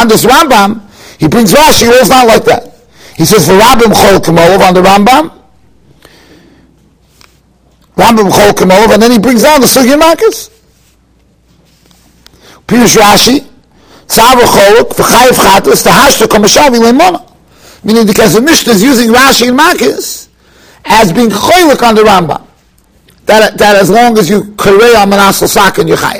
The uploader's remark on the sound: Shiur recorded in Yeshivas Ohr Reuven, Monsey, NY.